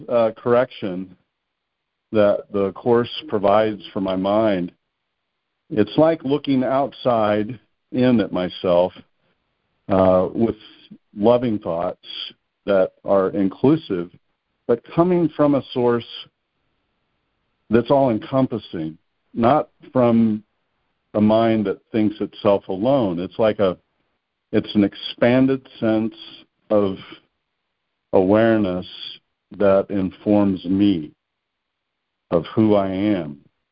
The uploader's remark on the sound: ACIM Daily Conference Call